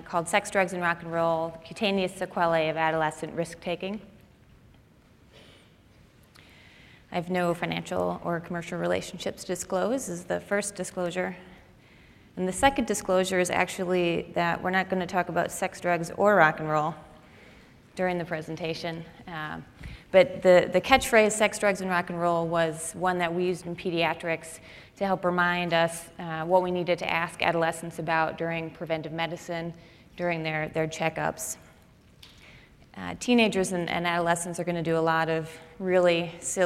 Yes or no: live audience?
yes